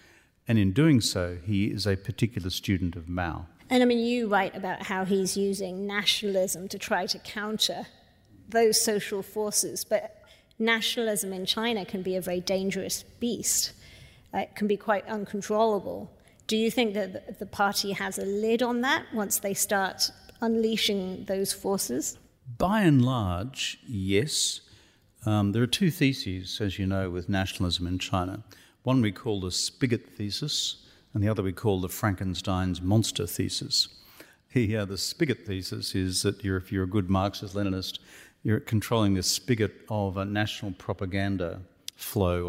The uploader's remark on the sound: This episode is a live recording of his Melbourne book launch. This event was co-hosted by the Asia Society, the Wheeler Centre and RMIT Live.